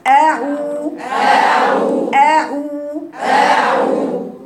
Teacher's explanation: دلوقتي الهمزة أقصى الحلق، العين فوق الايه؟ وسط الحلق